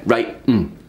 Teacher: So there's a glottal, which is a little thing in your throat which kind of stops the air coming through · Term: glottal stop